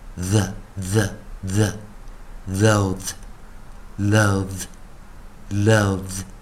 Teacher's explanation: T H 做结尾音，但它动词的时候哦，念有声啊，voice 啊，浊音啊，the，the，the，loathe，loathe，loathe。哦，这边，最后一个，loved，loved，loved，哦，比较困难一点哦。以上就是今天教学哦。那同学们还是一样哦。如果喜欢老师在这边带给你的自然拼读规则、国际音标的进阶学习哦。如果喜欢的话，也欢迎你在老师的影片后方帮老师按个赞、做个分享。老师们感到非常感谢哦。同样的，如果你对英语其他方面，像口语啊，或其他方面有一些问题的话欢迎你在老师影片后方留个言哦。老师看到，我尽快回复你的讯息。以上就是今天教学，也谢谢大家收看。